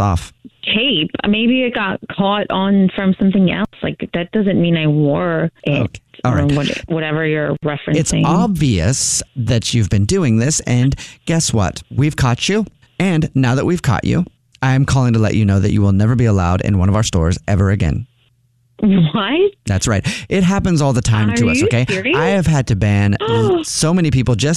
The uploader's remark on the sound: A personal phone call. Phone Prank.